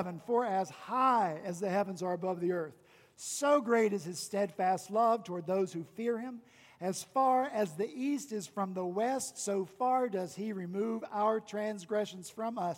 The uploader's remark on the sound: on Sunday, June 2 at Redeemer Presbyterian Church in Charleston, SC